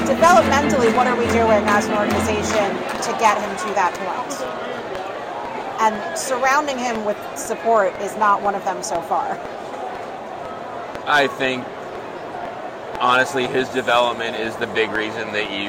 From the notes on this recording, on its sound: at Yankee Stadium on Thursday night to watch the Yankees take on the Astros